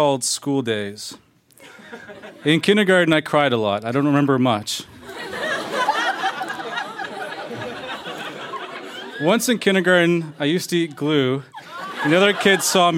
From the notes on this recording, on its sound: Recorded live at Yuk Yuk's in Ottawa.